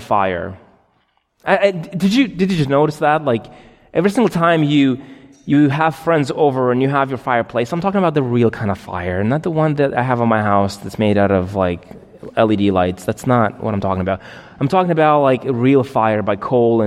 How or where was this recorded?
large echoing room